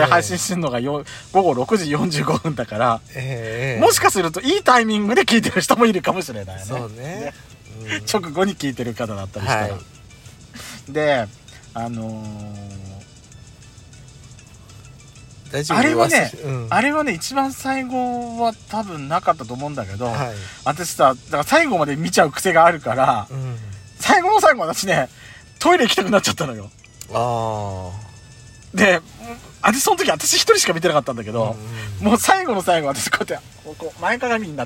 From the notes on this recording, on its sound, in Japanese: パーキング収録